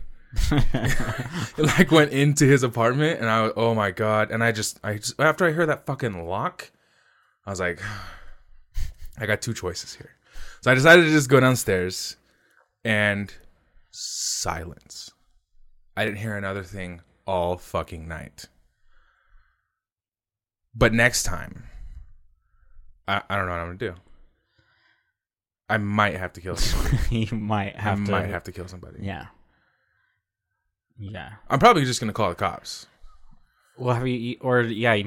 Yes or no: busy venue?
no